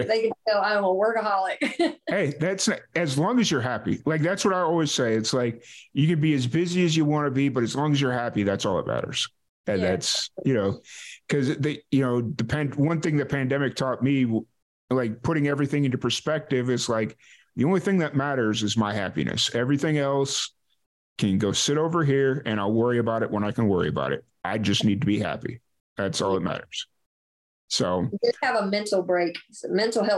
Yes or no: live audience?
no